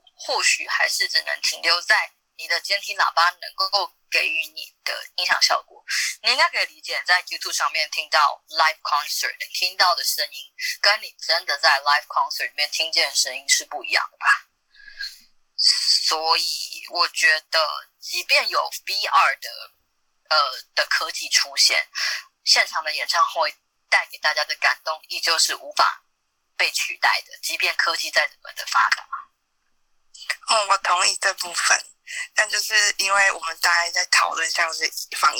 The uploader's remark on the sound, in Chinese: Clubhouse的電話錄音就是悲劇一場。